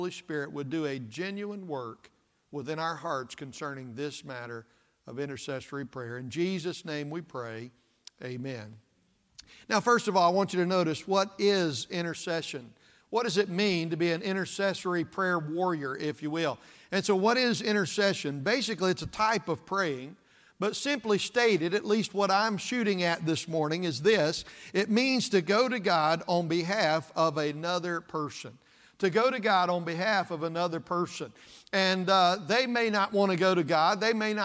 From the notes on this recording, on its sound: This message was preached at East Side Baptist Church on February 18th, 2024.